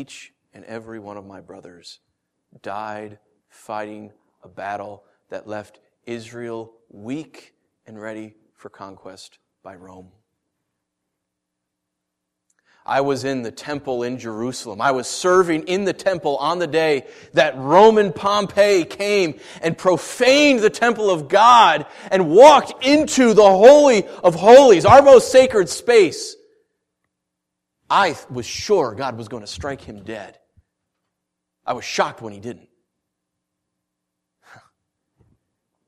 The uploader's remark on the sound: Originally preached December 21st & 22nd 2013 at The Orchard Church. Originally preached December 21st & 22nd 2013 at The Orchard Church.